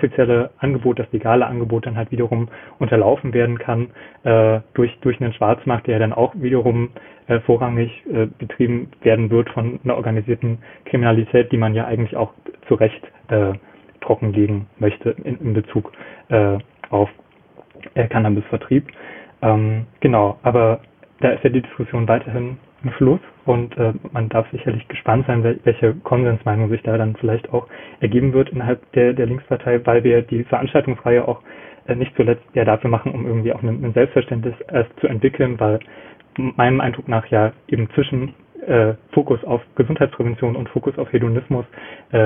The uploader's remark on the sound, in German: Aus dem Urlaub. Reden am Telefon.